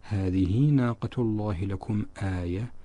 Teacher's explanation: هنا الهاء في اسم الإشارة، هذه الهاء مكسورة فيها، وبالتالي نلاحظ وجود رسم ياء صغيرة بعد الهاء المكسورة، يعني ذلك أننا في الوصل كسرة الهاء في اسم الإشارة هذه تشبع حتى تكون في الصوت ياء مدية